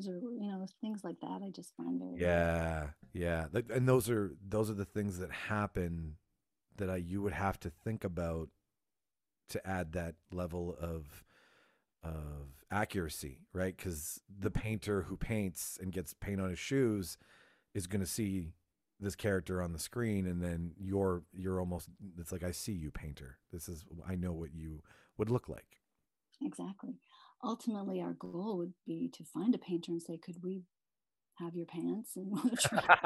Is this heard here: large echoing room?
no